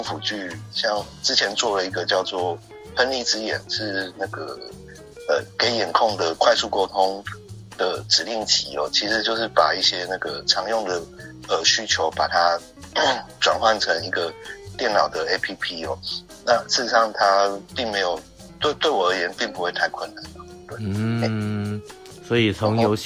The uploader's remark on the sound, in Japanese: 電話訪問